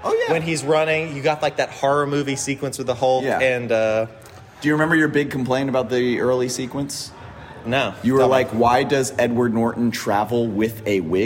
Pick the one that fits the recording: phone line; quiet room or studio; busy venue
busy venue